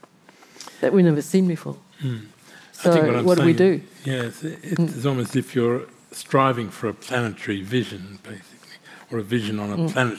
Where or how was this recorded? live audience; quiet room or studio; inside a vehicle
live audience